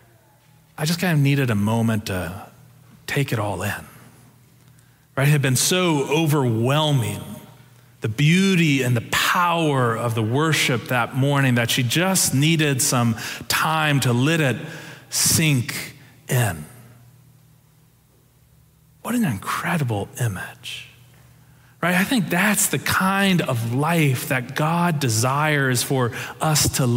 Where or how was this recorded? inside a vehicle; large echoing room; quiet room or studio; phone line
large echoing room